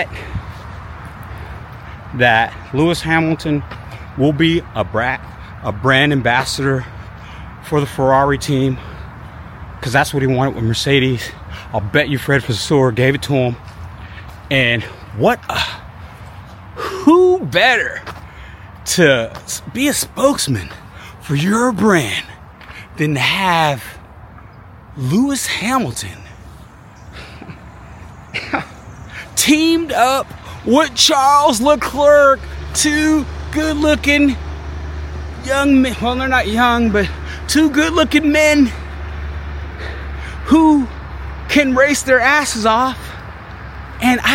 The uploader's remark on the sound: This episode recorded on my walk through the park, so outside noise is included.